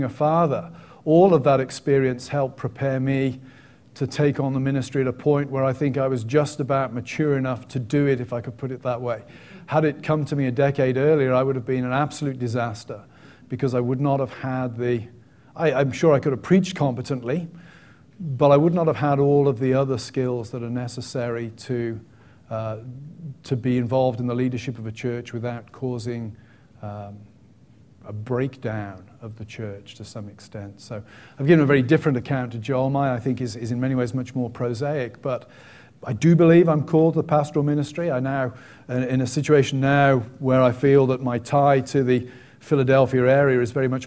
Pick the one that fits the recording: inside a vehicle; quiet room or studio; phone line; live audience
live audience